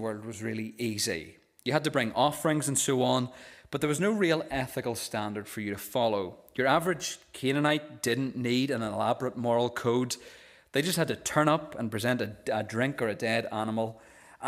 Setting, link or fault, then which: setting, large echoing room